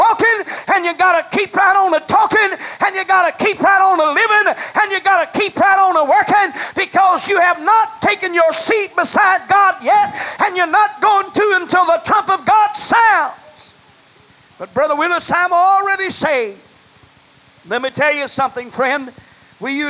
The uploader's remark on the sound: was preached in North Vernon, Indiana at First Apostolic Church, October 18, 1989.